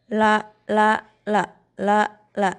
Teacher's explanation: Huruf lam itu ada di paling ujung lidah.